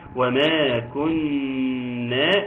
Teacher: النون الساكنه هنا النون المشددة بتغني مقدار حركتين